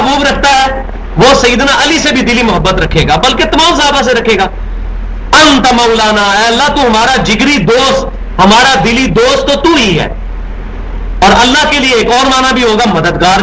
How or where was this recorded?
large echoing room